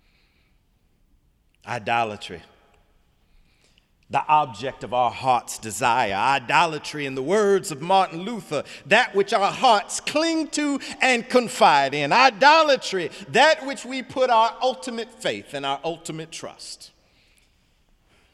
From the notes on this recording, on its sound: Sunday sermon March 4, 2018 in the Memorial Church of Harvard University